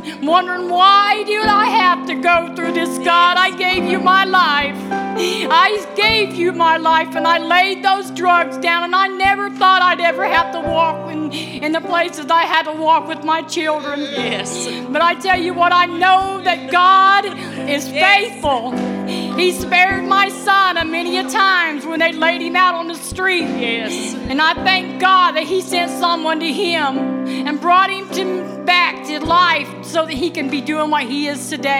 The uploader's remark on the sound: This message was recorded LIVE